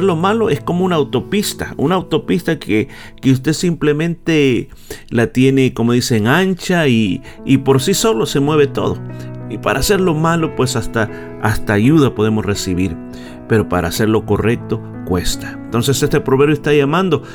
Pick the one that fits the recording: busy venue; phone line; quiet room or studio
quiet room or studio